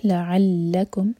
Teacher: لعلکم عین حلق سے لام پر شدہ تو زور دیں گے